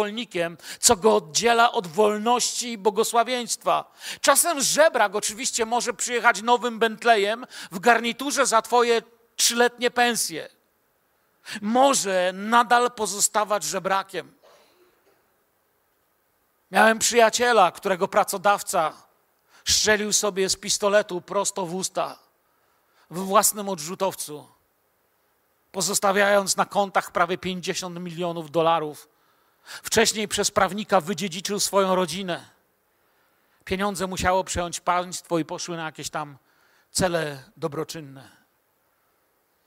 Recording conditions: large echoing room